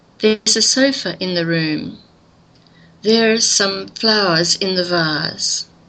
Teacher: The word there in these examples has no stress and is usually pronounced with the neutral vowel.